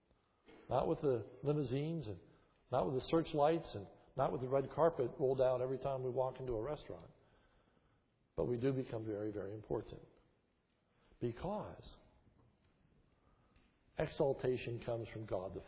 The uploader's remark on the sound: This is a sermon recorded at the Lebanon Bible Fellowship Church, in Lebanon, PA, on 4/17/2011 during the morning service. The sermon was given during Palm Sunday, 2011.